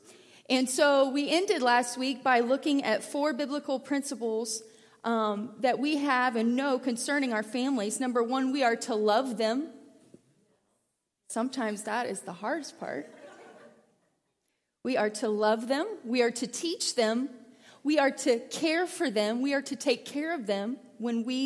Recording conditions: large echoing room